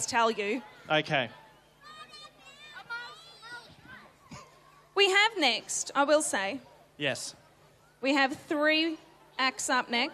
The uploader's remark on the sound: Outside broadcast live at the 2023 Greater Shepparton Carols by Candlelight from the Queens Gardens in Shepparton. Special outside broadcast live at the 2023 Greater Shepparton Carols by Candlelight from the Queens Gardens in Shepparton.